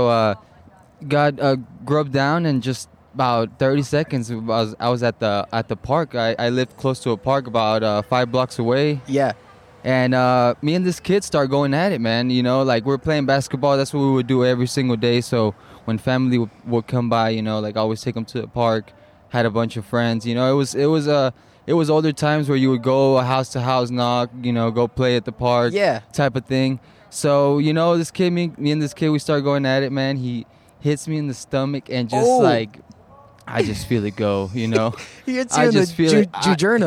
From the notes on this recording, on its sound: I hit the streets and recorded lot of random poop stories.